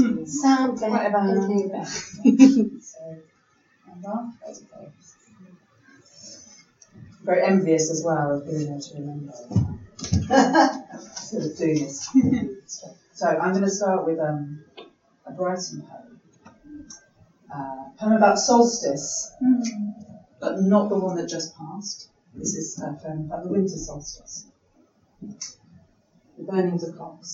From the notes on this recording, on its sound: Our first recorded LIVE episode - We recorded at our Cast Iron Windows Poetry Night